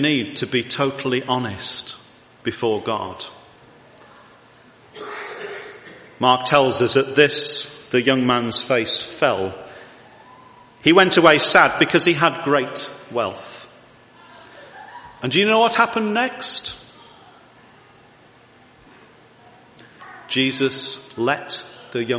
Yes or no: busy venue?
no